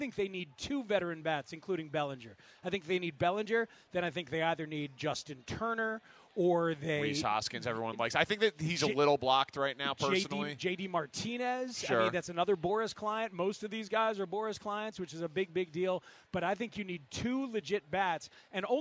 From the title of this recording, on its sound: Live from Cubs Convention